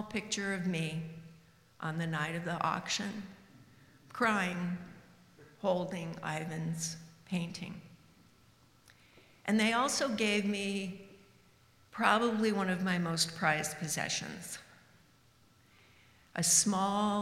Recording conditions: live audience